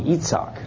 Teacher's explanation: Everybody else in the world except the English speakers, say Itzhak. The I comes out like a short E or a long E, Itzhak sometimes, or I, short I, Itzhak.